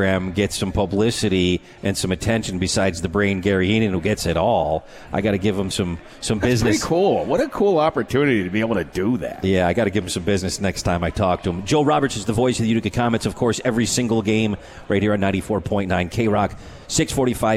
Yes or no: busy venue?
yes